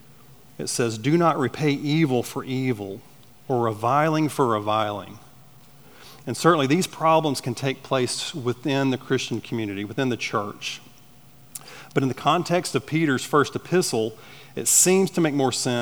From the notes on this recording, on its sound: at Chaffee Crossing Baptist Church in Barling, AR.